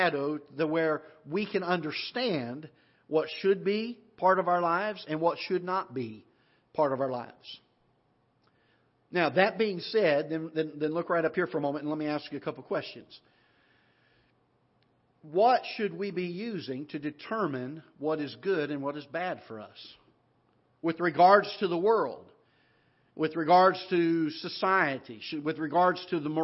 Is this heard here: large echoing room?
yes